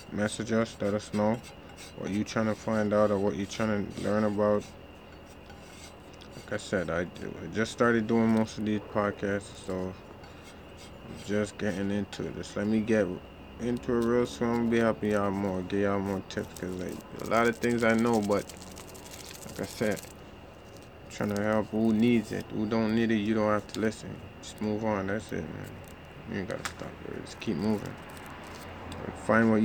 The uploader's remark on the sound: Sorry for background noise I was in my backyard chilling